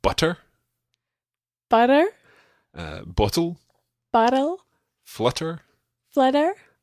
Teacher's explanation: very, very close to the sound of the R in Spanish when it comes between two vowels in particular. · Term: double T sound